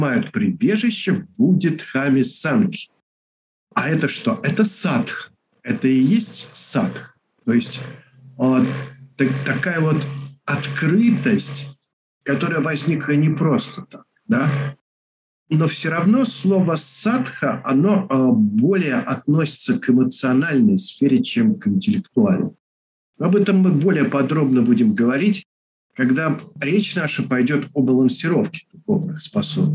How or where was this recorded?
video call